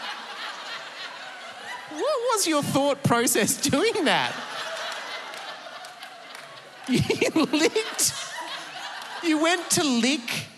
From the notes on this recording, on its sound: Live from Sydney. Recorded live on stage at the Enmore Theatre in Sydney. In front of an audience of encouraging Emsolators.